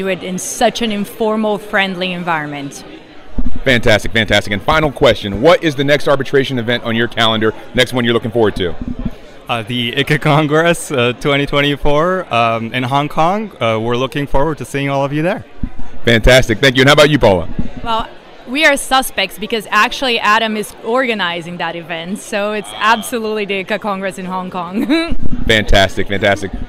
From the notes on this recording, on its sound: This week we take the digital studio on the road to Edinburgh where we caught up with some of the attendees at the Scottish Arbitration Festival. Enjoy this LIVE edition of Disputes Digest!